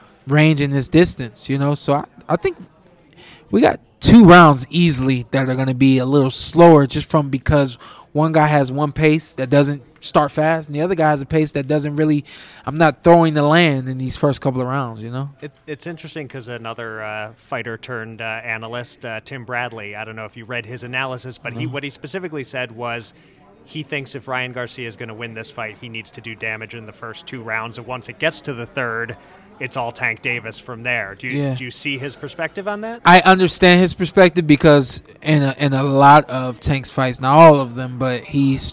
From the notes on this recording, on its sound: live from Las Vegas